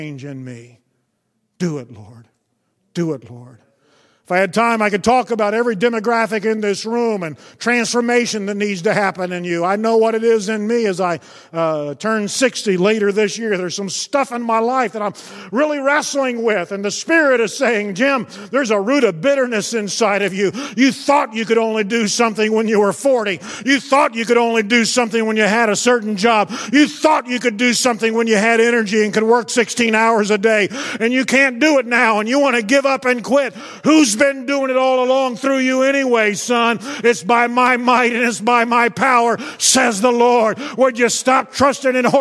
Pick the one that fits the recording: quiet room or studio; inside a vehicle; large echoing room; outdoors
large echoing room